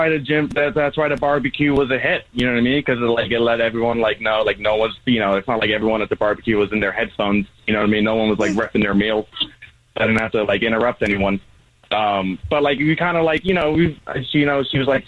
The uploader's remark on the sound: We get that other person on the phone